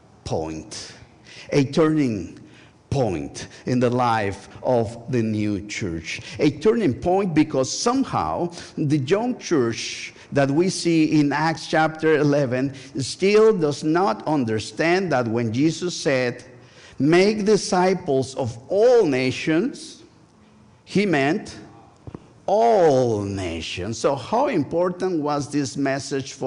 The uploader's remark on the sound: Join First United Methodist Church of Pacoima for a special recorded live service on August 27, 2023. We are located at 12550 Van Nuys Blvd.